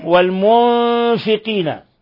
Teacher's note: نون ساكنة جاء بعدها حرف الفاء، الحكم التجويدي إخفاء حقيقي